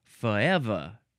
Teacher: The pronunciation of the Southern way to say forever is to get rid of the R's altogether and say forever.